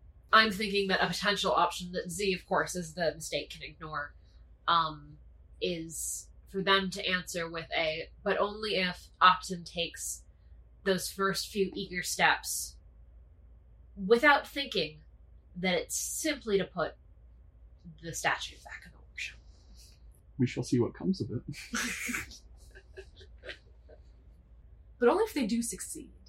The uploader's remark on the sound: Truly the episode with the highest number of audio crimes yet. Huddle around a single computer.